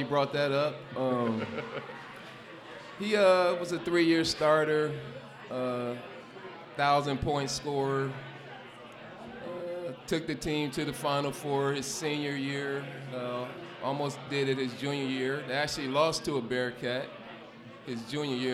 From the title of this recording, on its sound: LIVE at Mio’s